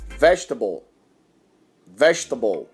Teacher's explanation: a segunda letra E, ela não é pronunciada